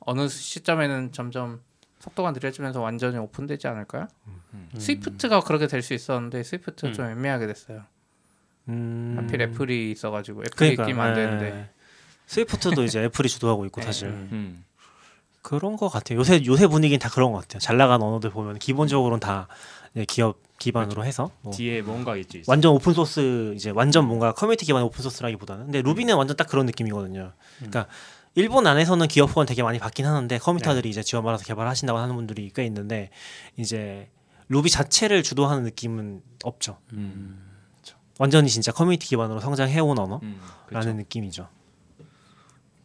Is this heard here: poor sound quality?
no